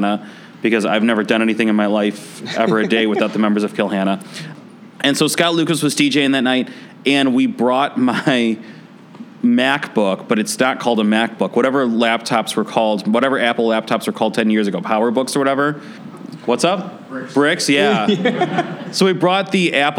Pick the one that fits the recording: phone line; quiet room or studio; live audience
live audience